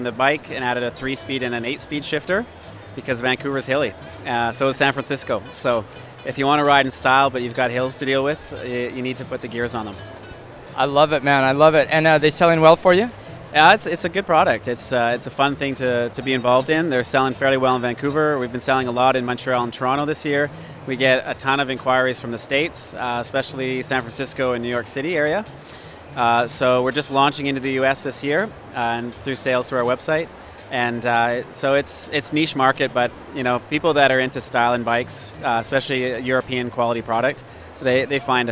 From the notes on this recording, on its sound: At the Wellness Show at Vancouver&#8217;s Canada Place on February 4th. At the Wellness Show at Vancouver’s Canada Place on February 4th.